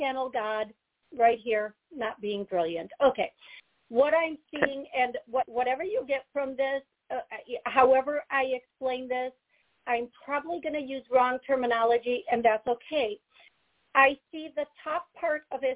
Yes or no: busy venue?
no